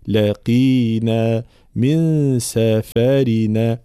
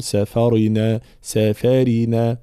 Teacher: والراء هنا مكسورة مرققة · Shown in: first take · فلا نقول سفرنا سفرنا.